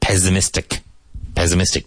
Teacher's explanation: Even though it's spelled with double S, it's pronounced like a Z.